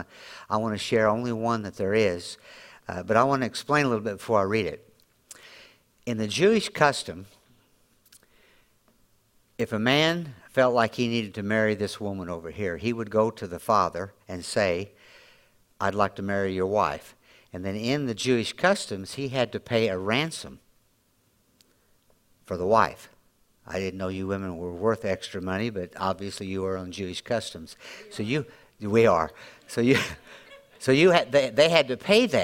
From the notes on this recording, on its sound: Audio podcast from Grace Church on 7-23-2023